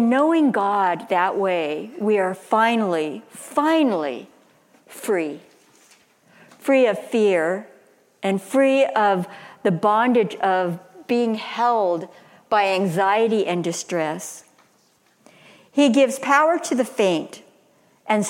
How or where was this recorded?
large echoing room